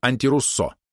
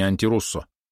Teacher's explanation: Тут именно на последний слог ударение · Shown in: first take